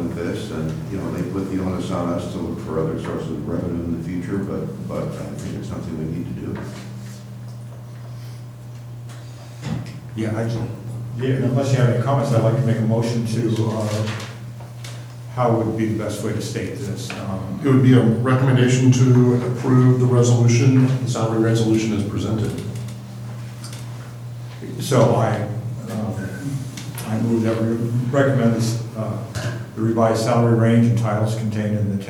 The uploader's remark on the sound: Live recording of Astoria City Council meeting May 20, 2019.